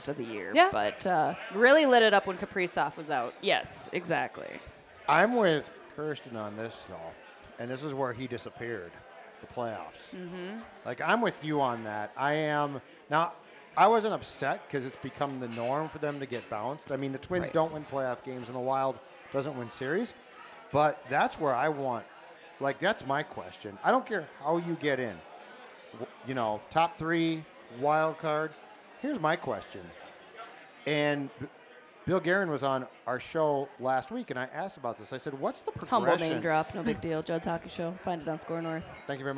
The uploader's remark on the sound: we were live from Ray J's American Grill